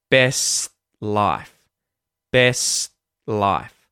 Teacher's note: the T is kind of the tongue coming up and stopping the S sound. · we go straight into the L sound at the start of the word life